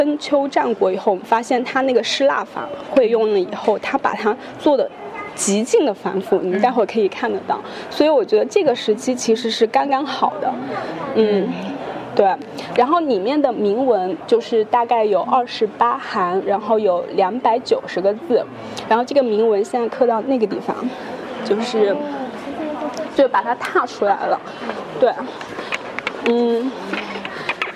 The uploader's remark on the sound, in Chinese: 这期节目，我们播放的是9月25日在上博青铜馆的现场录音。